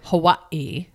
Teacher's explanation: the Hawaiian language uses the glottal stop called an okina as a consonant